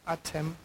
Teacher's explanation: da ist eine Epenthese, ein Einschub, und zwar Schwa-Einschub bei Atem